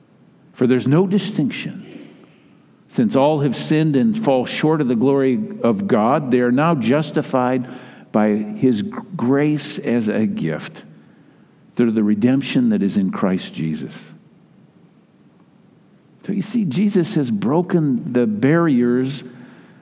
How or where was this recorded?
large echoing room